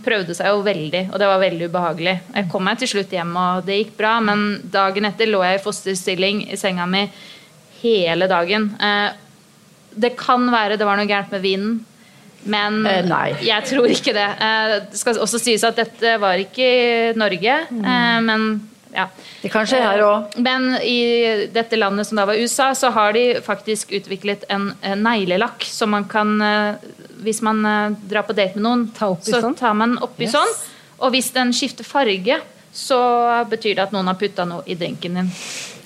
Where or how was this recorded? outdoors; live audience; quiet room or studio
live audience